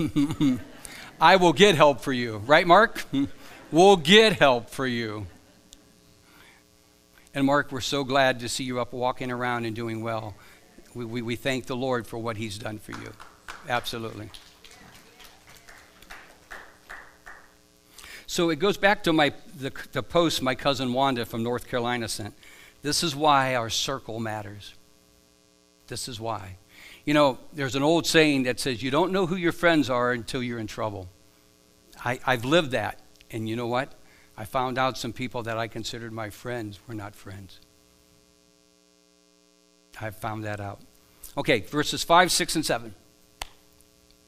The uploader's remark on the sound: Live from The Summit Church in Dover, OH